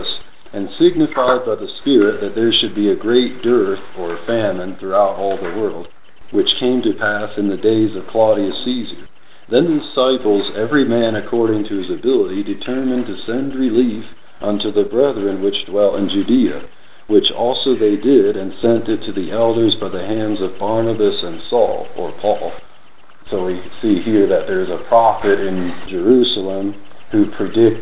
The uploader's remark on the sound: Unfortunately, the audio quality is poor. I tried to amplify it and remove noise.